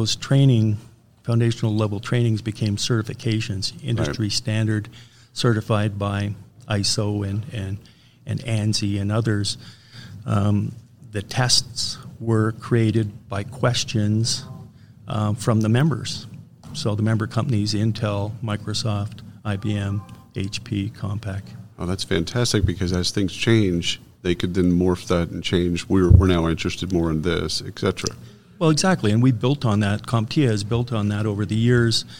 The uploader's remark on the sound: Live from SHRM Talent